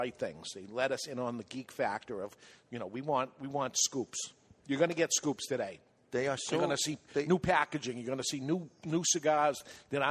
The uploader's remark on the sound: Broadcasting Live from the JC Newman Cigar Factory. For the 2014 Diamond Crown Experience.